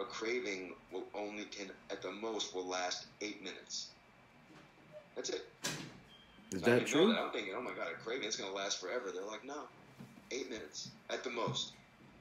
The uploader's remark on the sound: Was filmed entirely on an iPhoneX, and produced on a MacBookAir.